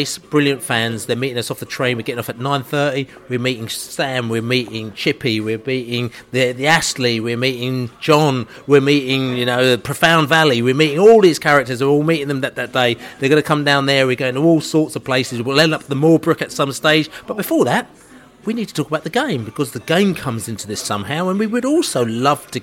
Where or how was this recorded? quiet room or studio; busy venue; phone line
busy venue